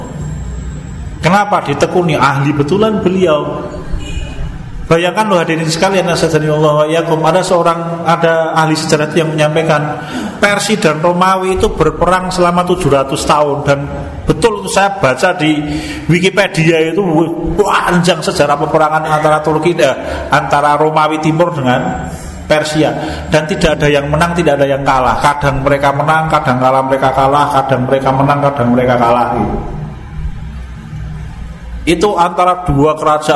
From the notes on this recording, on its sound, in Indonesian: Di Masjid Danunegaran, Mantrijeron, Yogyakarta rutin setiap hari Selasa selepas sholat magrib. Yang diselenggarakan oleh FKAM Yogyakarta dan Takmir Masjid Danunegaran.